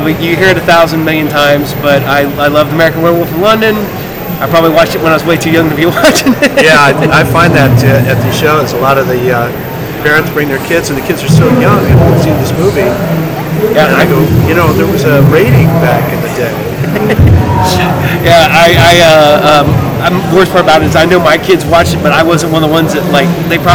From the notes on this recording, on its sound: All recorded Live at the Haunted Screams Expo.